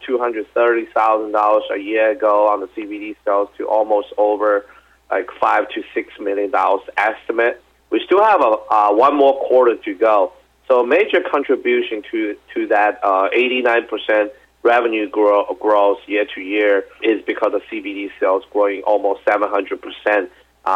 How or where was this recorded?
phone line